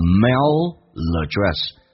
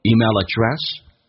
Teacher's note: email 跟 address 有连音，但要记住 L 在连音的时候 L 是发两遍的。什么叫发两遍？你看 mail、已经发了一遍 address 再用 L 这个发音跟 a 形成的连音叫 mailaddress，它发了两遍 emailaddress。